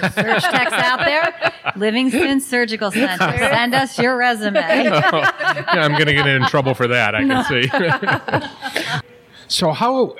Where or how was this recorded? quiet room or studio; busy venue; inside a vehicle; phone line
busy venue